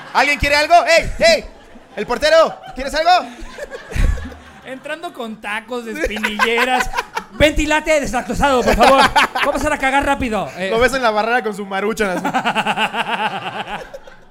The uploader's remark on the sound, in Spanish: En vivo desde la CDMX